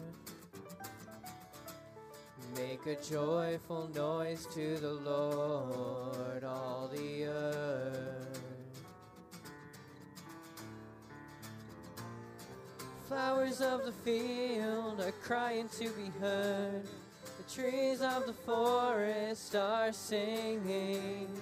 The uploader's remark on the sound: Audio from 9am service.